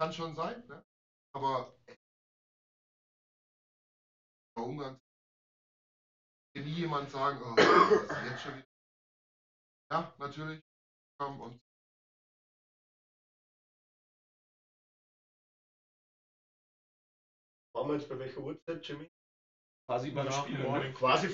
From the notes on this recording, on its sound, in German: Bericht aus Edmonton. Sorry für die Tonprobleme. Entschuldigt die Tonqualität und Tonausfälle.